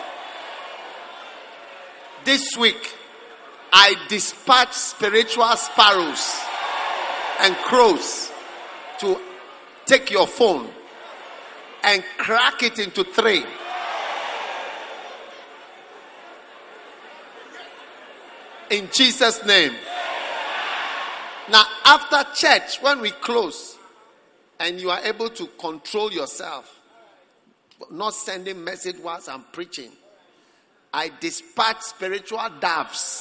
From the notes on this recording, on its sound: Preached at the Prophetic Encounter Service.